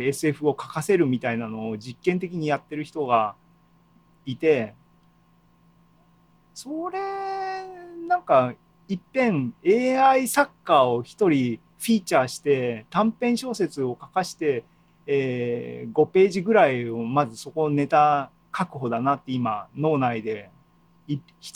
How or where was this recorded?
video call